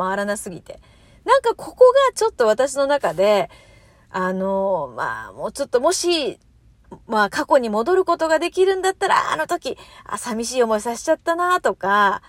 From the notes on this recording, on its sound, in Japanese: 次男からの電話で途中で終わってるトーク。車の中で収録してたら次男から電話きて。途中でトーク強制終了になりました。